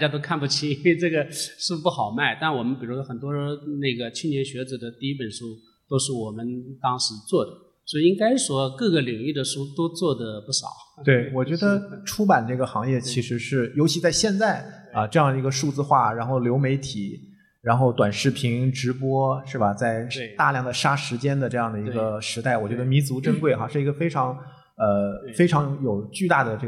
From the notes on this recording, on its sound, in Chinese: 来到现场。这期节目我们一起来听听当天的现场录制。